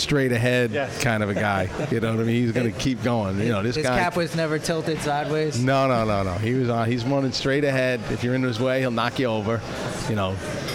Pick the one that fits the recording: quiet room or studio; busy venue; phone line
busy venue